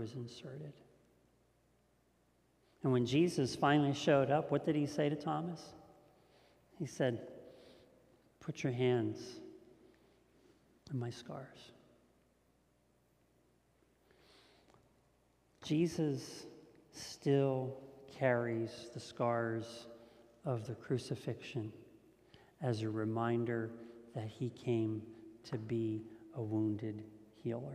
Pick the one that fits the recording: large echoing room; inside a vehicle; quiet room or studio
large echoing room